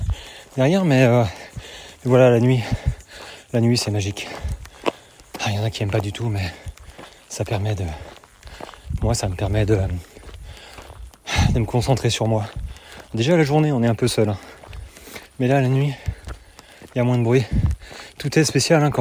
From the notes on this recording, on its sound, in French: UT4M 160 XTREM. C'est un épisode long avec quelques passages enregistrés pendant la course en fin d'épisode.